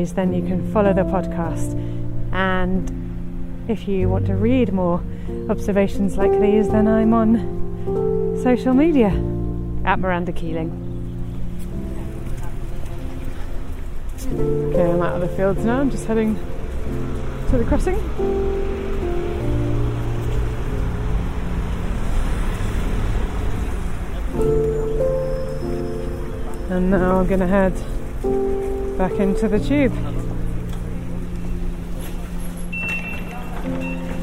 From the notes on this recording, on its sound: This podcast is recorded in 3D sound! She invites you to join her out and about as she captures those small, magical moments of everyday life, in sound. Thanks to 3D recordings, you’ll hear everything she does as if you were right there with her.